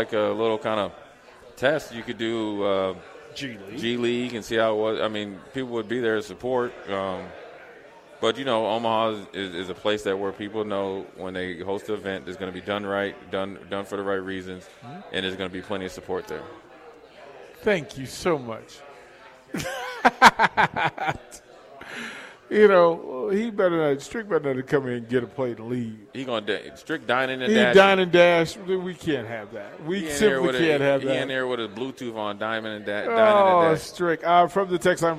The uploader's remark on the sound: LIVE from Mary Ellen's